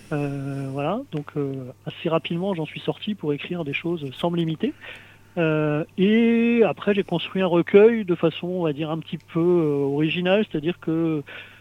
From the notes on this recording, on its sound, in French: reçoit par téléphone